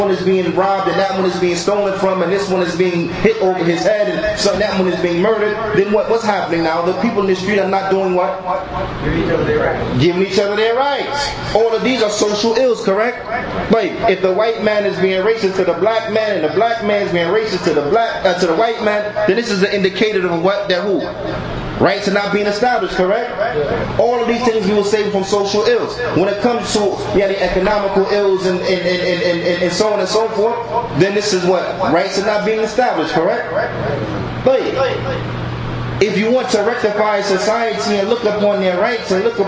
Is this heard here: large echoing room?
yes